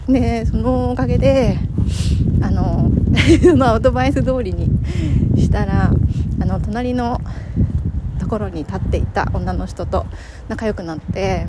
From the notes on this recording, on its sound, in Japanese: 鼻ぐずぐずでゴメンナサイ。昨日の帰り道、歩きながら収録しました！